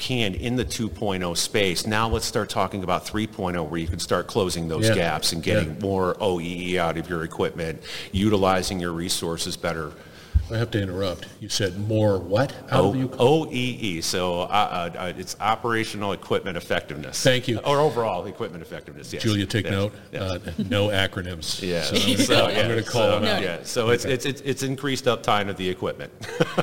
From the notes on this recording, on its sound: Industrial Talk is onsite at Hexagon LIVE